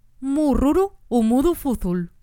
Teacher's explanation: U, que es la vocal más cerrada que hay